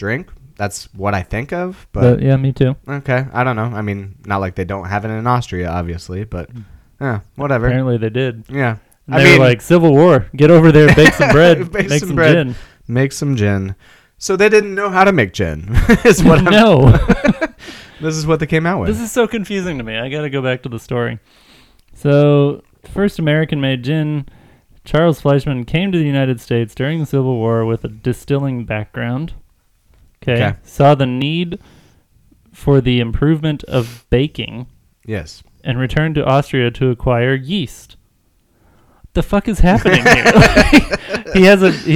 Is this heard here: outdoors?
no